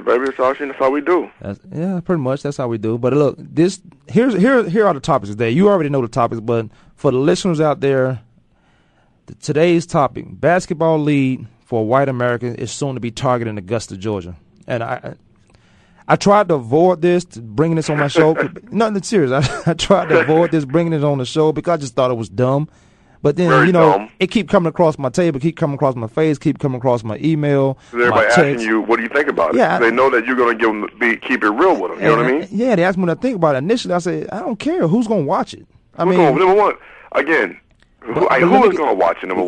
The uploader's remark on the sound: phone guest